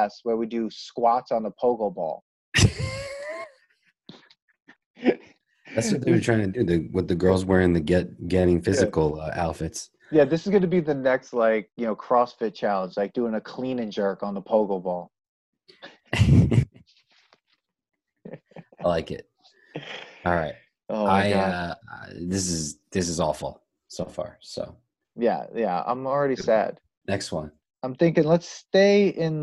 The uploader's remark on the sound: We recorded this on September 14th, 2020, on Zoom so there are some small sound discrepancies